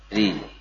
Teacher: Kalau kasrah kembali ke asalnya sebagai huruf istifal tipis.